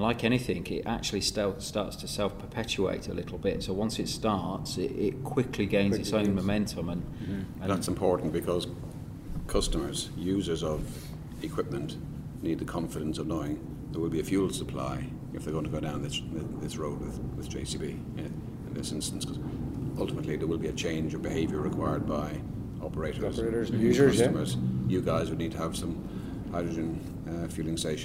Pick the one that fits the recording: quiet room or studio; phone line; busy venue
busy venue